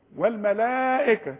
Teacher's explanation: والملائكة تمد بقى اتنين الف عند الوصل وعند الوقف. ده مد اسمه مد واجب.